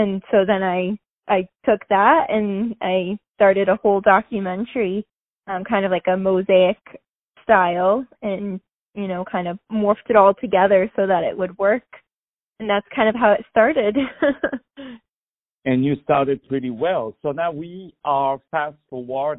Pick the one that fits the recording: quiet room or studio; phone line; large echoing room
phone line